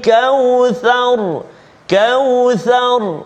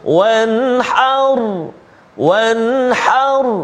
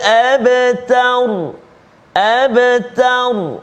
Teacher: Tapi kalau kita perhatikan untuk surah Al-Kawthar ini, jika kita waqaf, maka semuanya bunyi tebal.